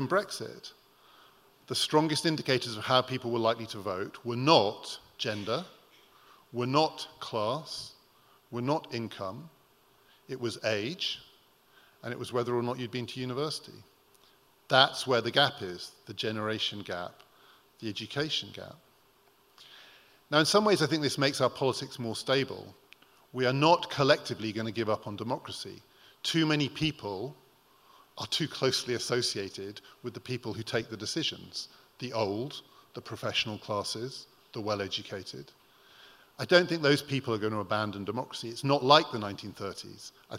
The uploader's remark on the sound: Recorded at The Tabernacle in London in May 2018.